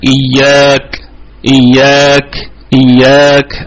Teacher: ونراعي أيضا صفة الهمس في الكاف